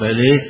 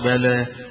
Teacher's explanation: بلى فيها قراءة الإمالة وقراءة التقليل وقراءة الفتح، الفتح الجمهور يقرأها بالإمالة حمزة والكسائي وخلف وكذلك شعب عن عاصم بلي، ويقرأها ورش أو الأزرق عن ورش بلى بالتقليل فيها، وكذلك يقرأها الدوري عن أبي عمرو بالتقليل فيه، فله الفتح والتقليل، أو لهما الفتح والتقليل.